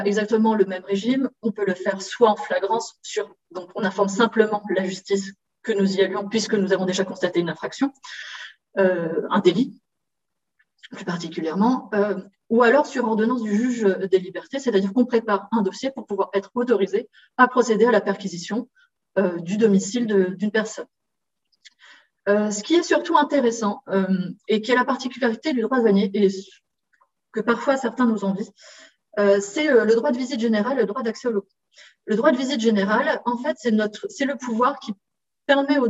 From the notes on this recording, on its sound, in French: Séminaire de recherche enregistré sur Zoom.